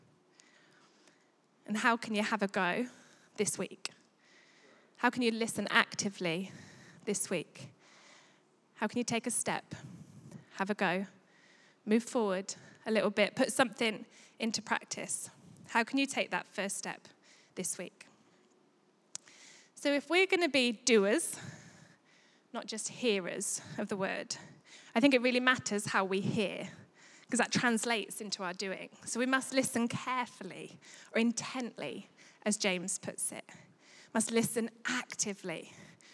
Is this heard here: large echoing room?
yes